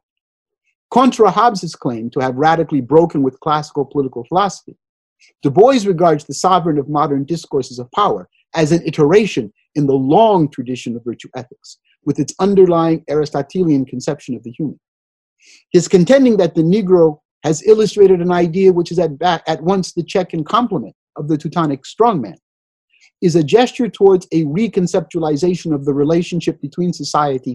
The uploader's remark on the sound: Due to the COVID-19 Pandemic, the 2020 Mary Stevens Reckford Memorial Lecture in European Studies with Dr. Was held via Zoom video conference.